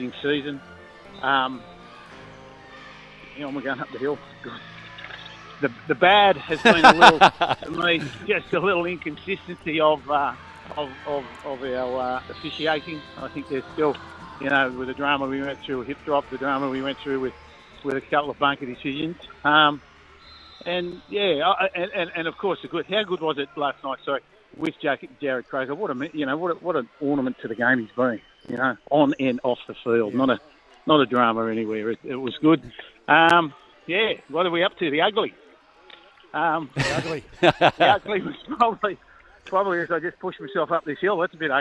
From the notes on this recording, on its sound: live from Terrigal Basketball Stadium